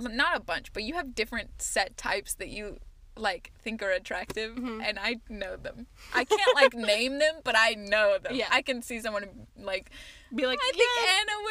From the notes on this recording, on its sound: recording in the car!